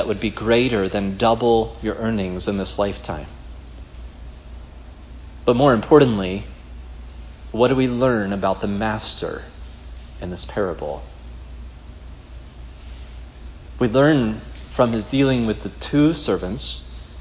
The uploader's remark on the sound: preached at Providence Church on Sunday, May 15, 2022